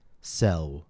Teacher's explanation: when they pronounce final L, L at the end of words, their lips move forward as well. This creates a sound more like a W, W, because W is produced by moving your lips forward or back.